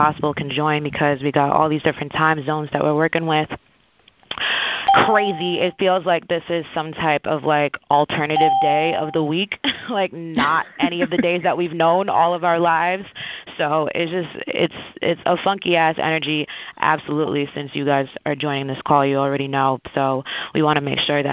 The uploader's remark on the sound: Call recording